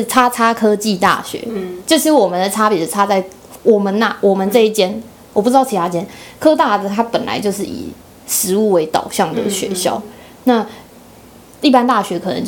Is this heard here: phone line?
no